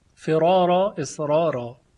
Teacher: پس هر دو را با هم تفخیم میشن به لحاظ رعایت تعادل در کلمه. فرارا، اسرارا، یعنی نمیگه فرارا یا اسرارا، نه، فرارا، اسرارا.